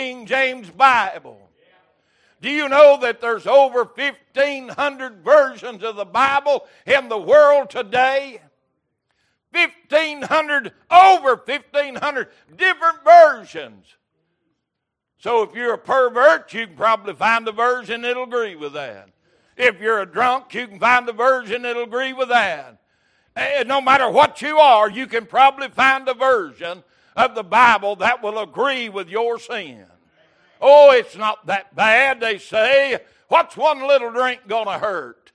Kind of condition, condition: setting, large echoing room